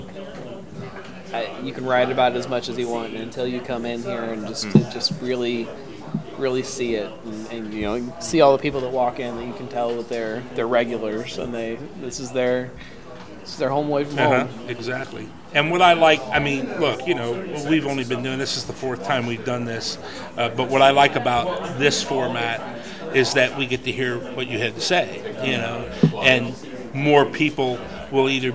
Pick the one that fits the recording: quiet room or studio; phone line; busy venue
busy venue